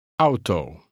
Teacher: Like other words of French origin, this one can be pronounced the French way, which means AU has an O sound.